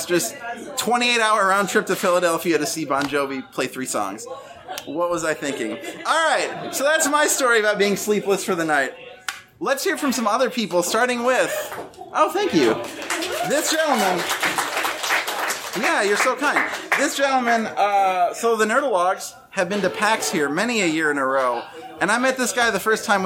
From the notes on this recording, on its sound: (from Seattle). We had a full, lovely house for this show, and a bunch of our great friends in the Pacific Northwest came out to share their pieces. There's a little bit of crowd noise here (we were sharing a coffee house with students studying for finals).